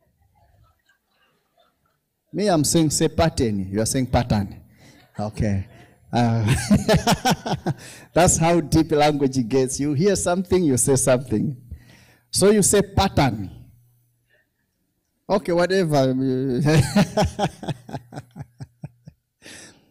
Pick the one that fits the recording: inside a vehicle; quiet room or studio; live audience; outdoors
live audience